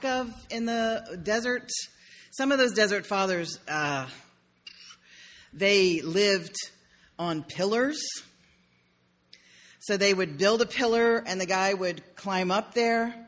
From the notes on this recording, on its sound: sermon delivered on May 1, 2016.